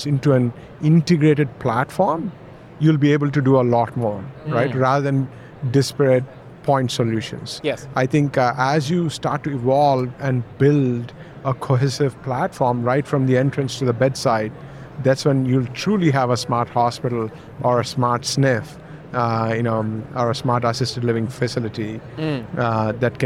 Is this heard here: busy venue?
yes